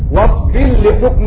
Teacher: أضغم الراء في اللام أبو عمرو البصري بخلف عن الدوري . ومعنى هذا أن السوسي أضغم قولا واحدا وأن الدوري أضغم · Term: الإضغام